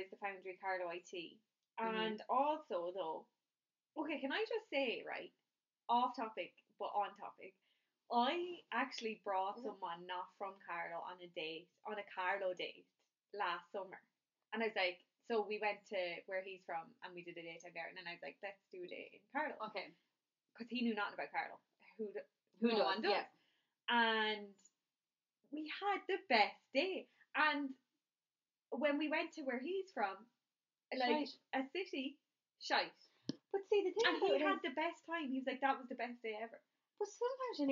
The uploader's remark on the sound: Please bear with our sound - we promise it gets better as the episodes go on.